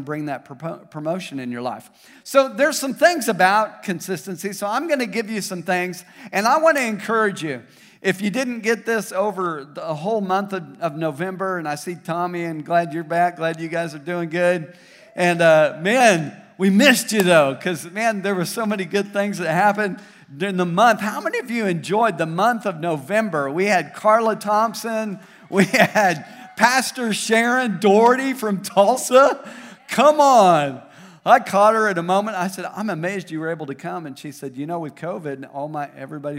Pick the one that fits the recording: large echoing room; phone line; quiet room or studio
large echoing room